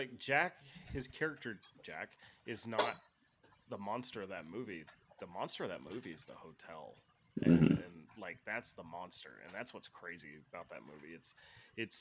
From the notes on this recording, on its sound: the audio quality is a little sub par because the gang is in quarantine